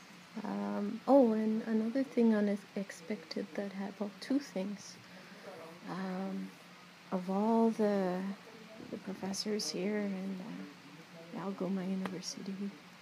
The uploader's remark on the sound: Just some thoughts sitting outside the Walking with our Sisters memorial, lodge, exhibition at Algoma University's Shingwauk Auditorium